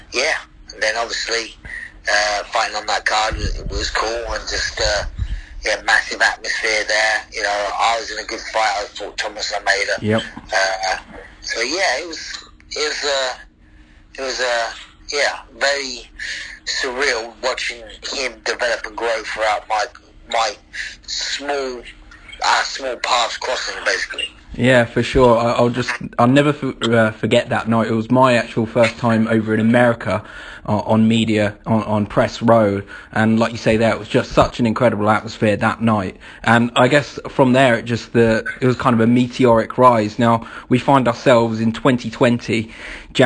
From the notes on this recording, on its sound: on the phone